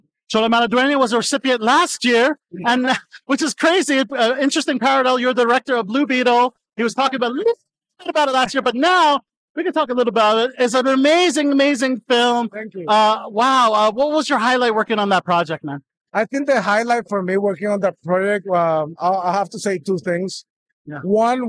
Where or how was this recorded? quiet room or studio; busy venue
busy venue